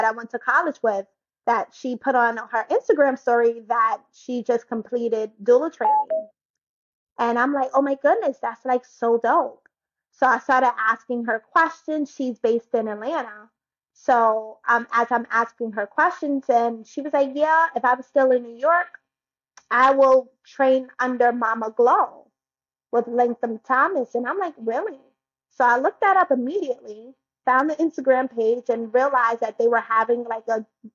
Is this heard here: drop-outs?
yes